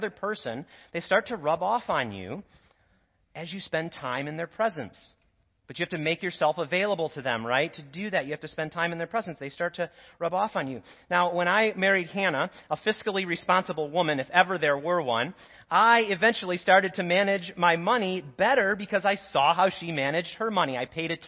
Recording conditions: large echoing room